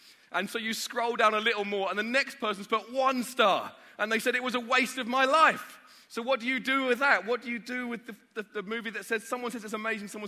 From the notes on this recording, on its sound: Live from Project 23. We're continuing to bring you live sessions from the most recent Project 23 conference.